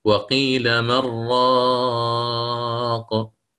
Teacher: أما قراءة ابن كثير برويه فيوافق الجمهور، ويقرأ بالإدغام بغير غنة